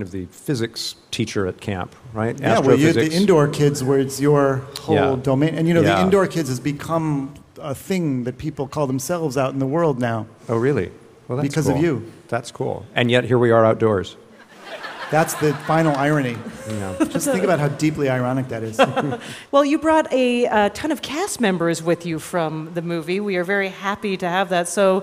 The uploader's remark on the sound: Live from Central Park's SummerStage Festival